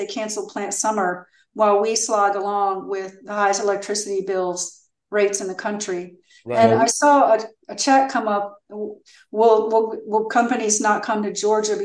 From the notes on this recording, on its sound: Our GREEP zoom #156